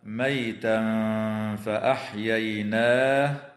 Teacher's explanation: ويخفى التنوين عند الفاء مع الغنة مرققة · Term: الإخفاء